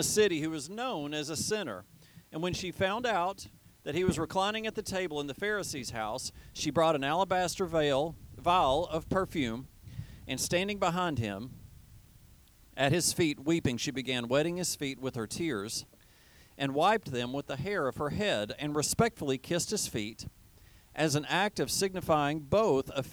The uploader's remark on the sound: teaches outside at a Drive-In Service due to COVID-19